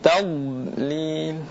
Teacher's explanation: Tadalil salah. Yang benar adalah tanpa qalqalah tapi dengan memanjangkan suaranya · Term: huruf dhad